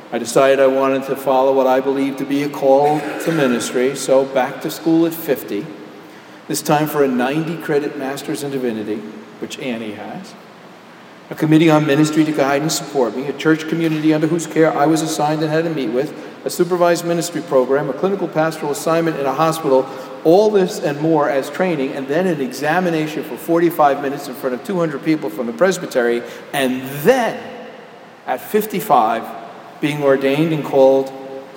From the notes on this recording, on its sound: Homily delivered at Jan Hus Presbyterian Church and Neighborhood House on July 8, 2012.